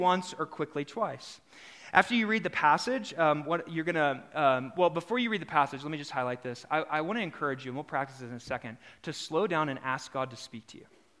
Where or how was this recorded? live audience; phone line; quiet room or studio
live audience